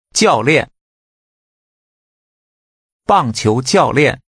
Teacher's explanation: The tones are both falling. Say, coach.